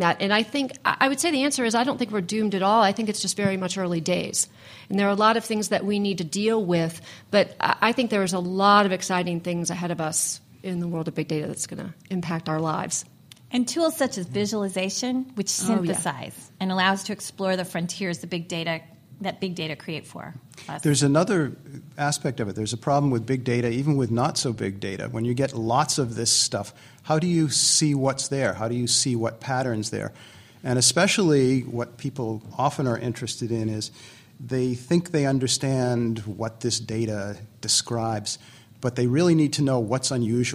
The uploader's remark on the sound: Live at the AAAS 2014 meeting in Chicago